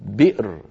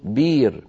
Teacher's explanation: يبدل الهمزة الساكنة استثقالا لها · Shown in: second take · Term: إبدال الهمزة